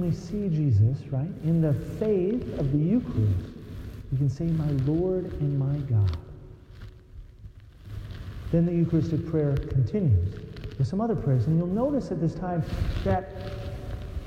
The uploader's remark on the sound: Sorry about the scratchiness of the sound. I had to put the microphone in my pocket which did not help.